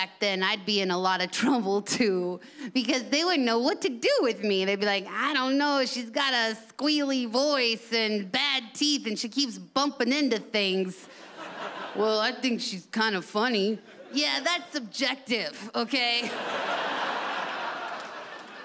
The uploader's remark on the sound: delivers at the Montreal Festival